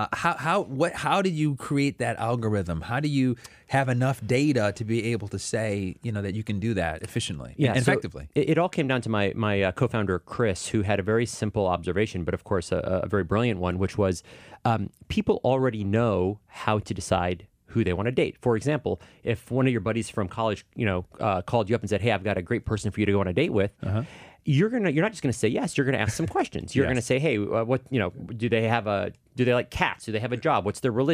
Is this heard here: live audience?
no